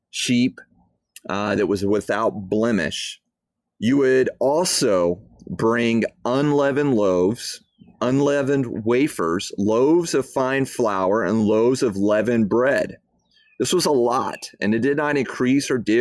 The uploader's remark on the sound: I don't know if you can hear the bird, uh, back here in the background, but I am outside on my back porch.